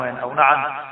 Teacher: فوقعت الهمزة في كلمة واحدة بعد النون الساكنة يحدث إظهار لهذه النون